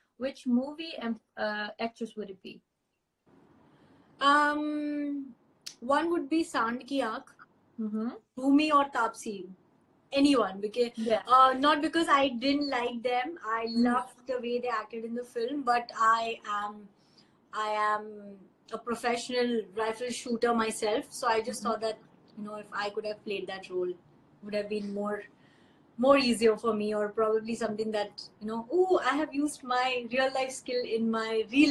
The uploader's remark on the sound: Instagram Live